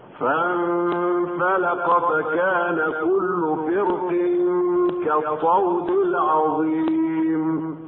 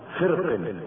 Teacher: وقد ورد التفخيم والترقيق في الراء من كلمة فرق